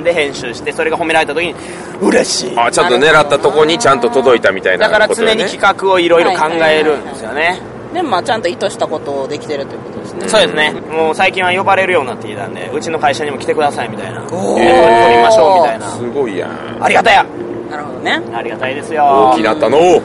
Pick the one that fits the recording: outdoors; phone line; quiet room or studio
outdoors